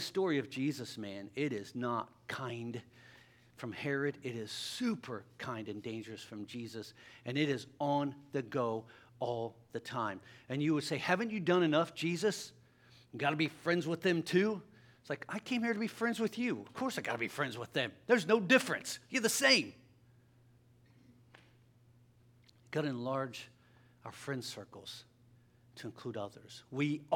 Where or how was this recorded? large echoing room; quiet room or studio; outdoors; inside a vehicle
large echoing room